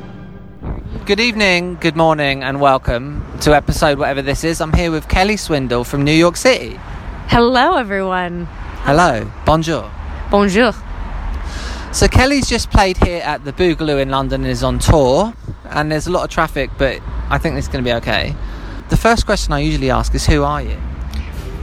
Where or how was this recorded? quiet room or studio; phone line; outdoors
outdoors